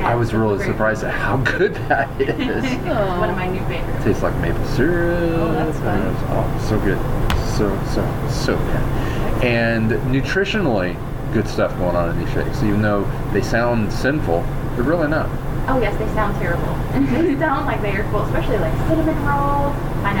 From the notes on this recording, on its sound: On location. There are some sound issues with the background.